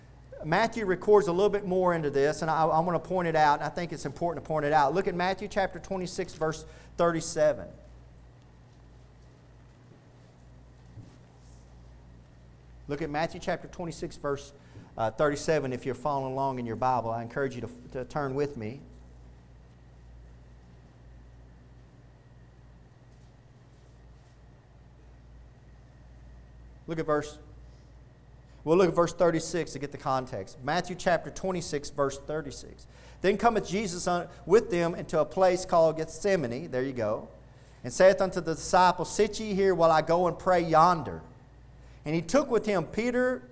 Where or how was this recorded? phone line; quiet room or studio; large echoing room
large echoing room